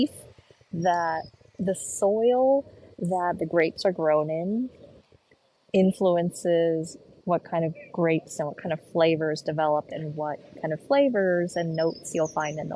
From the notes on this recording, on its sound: Postcard from Portugal. As I walk and talk from the streets of Lisbon.